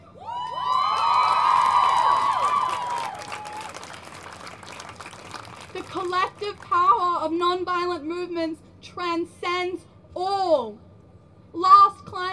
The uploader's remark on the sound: School Strike for climate Action March 2021 recordings from the streets of Byron.